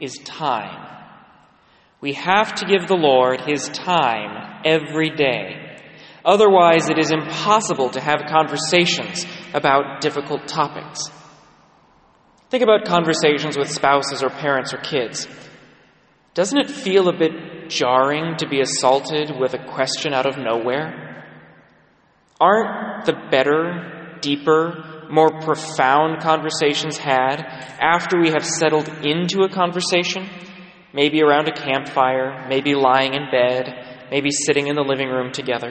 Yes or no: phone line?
no